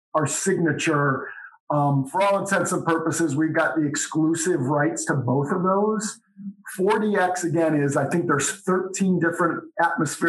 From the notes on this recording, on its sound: sat down over Zoom